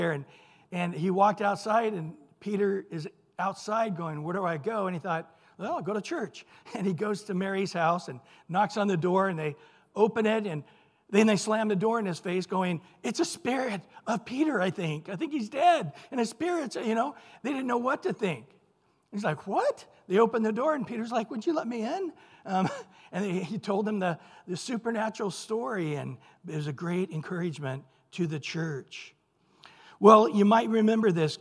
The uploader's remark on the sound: Recorded at Calvary Chapel of Los Alamitos.